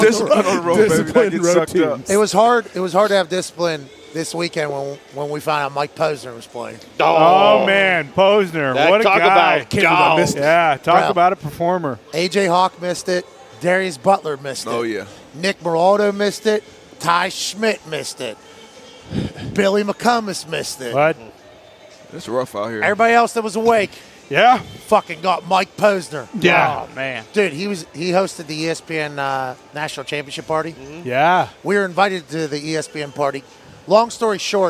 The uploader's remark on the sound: They are also LIVE from SoFi Stadium ahead of tonight’s National Championship MegaCast on ESPN2.